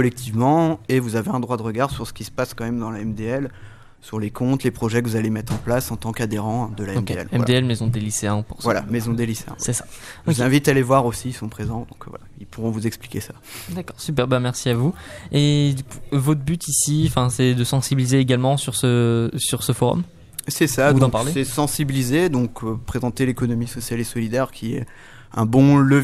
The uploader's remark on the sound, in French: Emission réalisée en direct samedi 30 mars 2019 depuis le Campus des metiers 37 de Joué-les-Tours.